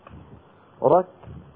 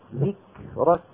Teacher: الكاف والتاء شديدتان في أولهما مهموستان في آخرهما · Term: الشدة